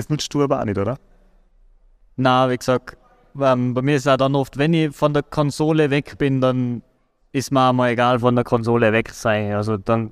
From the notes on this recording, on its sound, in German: Live Podcast aus der Pineapps Gaming Area